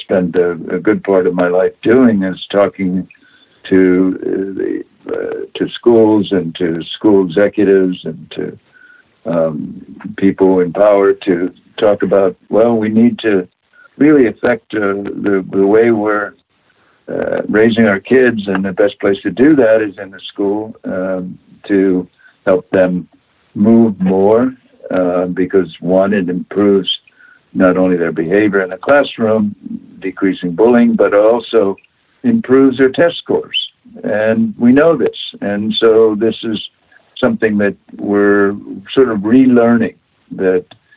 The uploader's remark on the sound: via internet phone